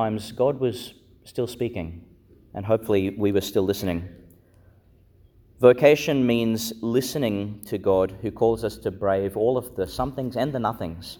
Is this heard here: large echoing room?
yes